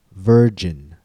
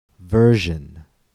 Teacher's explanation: If you make sure that you first stop the air completely with your tongue tip on J and let the air flow through the space between your tongue and gum ridge on J